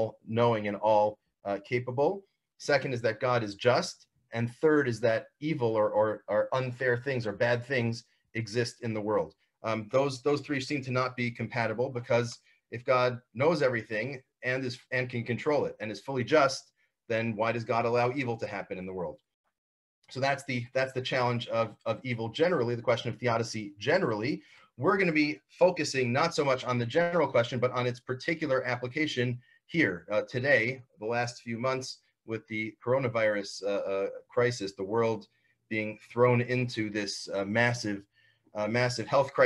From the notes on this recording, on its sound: This audio was originally captured from Zoom